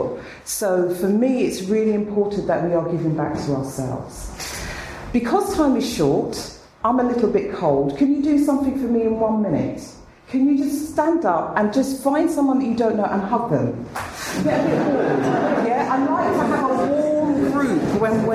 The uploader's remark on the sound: spoke at the 2013 BAATN conference